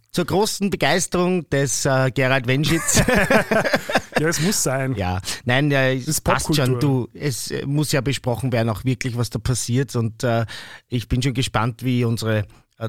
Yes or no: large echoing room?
no